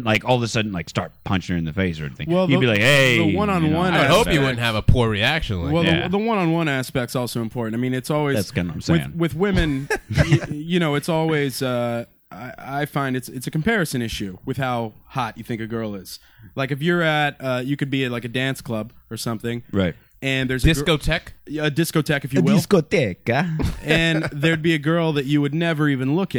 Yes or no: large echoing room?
no